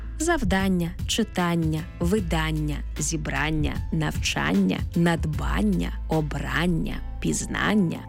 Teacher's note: Іменники, які утворилися від дієслів та закінчуються на «ання», здебільшого мають наголошений звук «а».